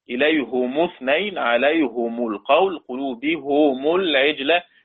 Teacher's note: وحمزة والكسائي بضم الهاء والميم، ضم الهاء تبعا للميم